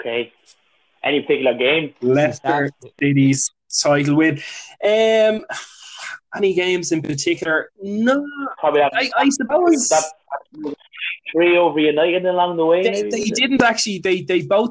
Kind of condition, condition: fault, drop-outs